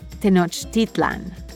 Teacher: There are two accepted ways to pronounce the name of the ancient city of the Aztecs. You'll often hear Mexican historians say it with the accent on the I